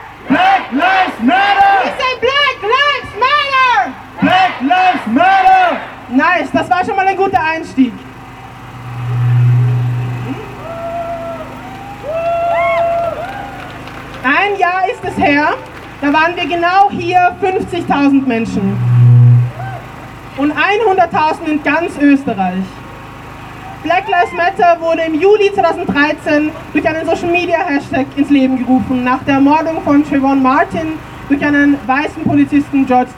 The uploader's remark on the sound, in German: O-Ton] Black-Lives-Still-Matter-Demo am 5. Juni 2021 in Wien.